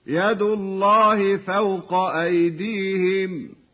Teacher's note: وهكذا نجد لام لفظ الجلالة مفخما بعد الفتح أو الضم